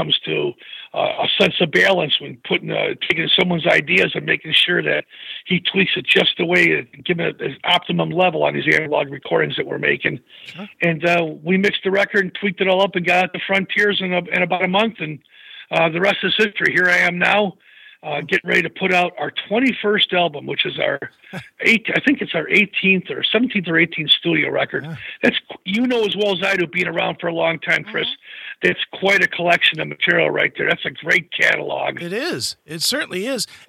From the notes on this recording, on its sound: called